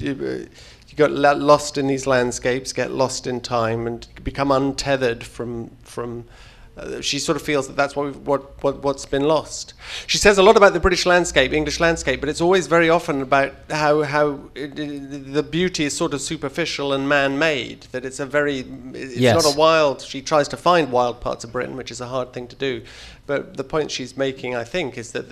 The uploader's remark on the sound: LIVE from Skylight Books in Los Angeles.